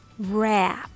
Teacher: starts with the R sound, with bunched up tongue, and then has a short A sound